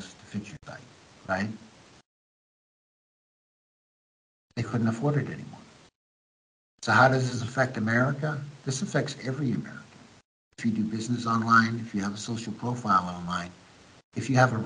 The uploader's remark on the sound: American Journalist in Ukraine Skypes Me